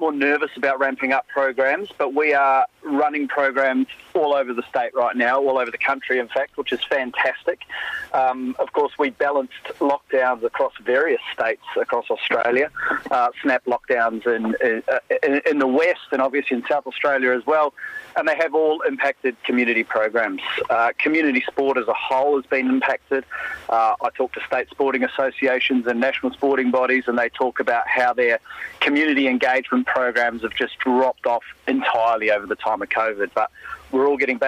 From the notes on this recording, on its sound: phones